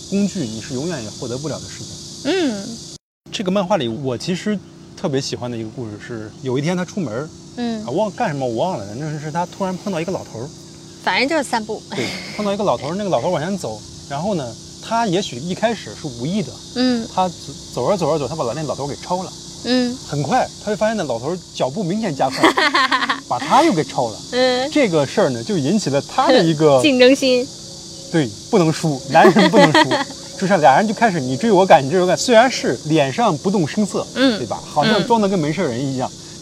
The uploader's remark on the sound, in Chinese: 本期节目是拆漫专家一次新的尝试——户外录制。比如时来时往的飞机噪音和傍晚逐渐大起来的蝉声，实话说，有些地方环境噪音确实有点大，我已经努力处理过了。